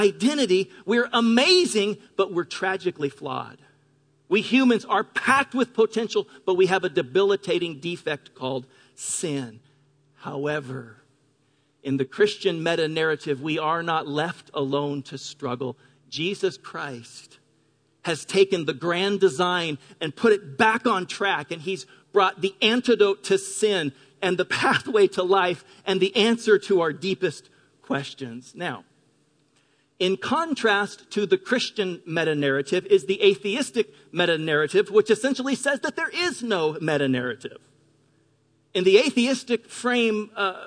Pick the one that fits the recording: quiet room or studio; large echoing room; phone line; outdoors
large echoing room